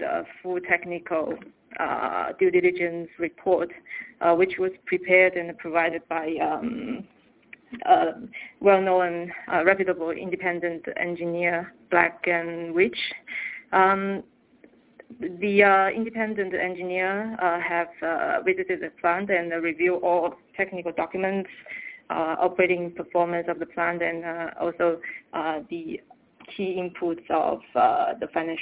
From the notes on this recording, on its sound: Teleconference Replay. By Fitch Ratings.